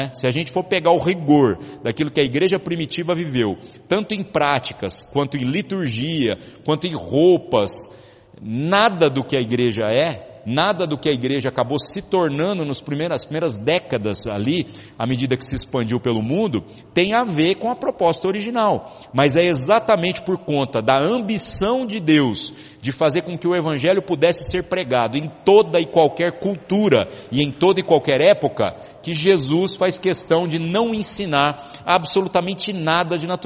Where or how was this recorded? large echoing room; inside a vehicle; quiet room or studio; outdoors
large echoing room